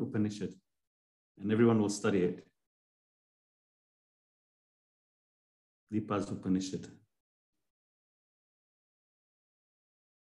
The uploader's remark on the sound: A live recording of a Bhagavad Gita class given virtually on the 30th of July 2023.